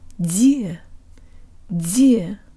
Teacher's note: Make sure it's the part of your tongue behind the tip that makes contact with the roof of your mouth for the de, and use more air than you would in English so it can buzz through the narrow passageway.